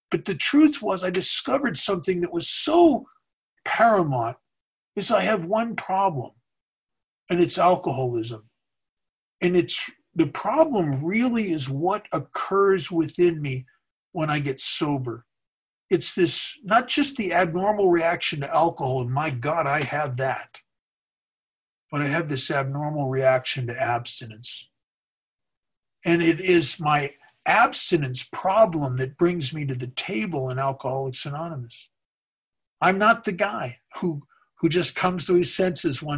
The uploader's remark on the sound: gives talk on Zoom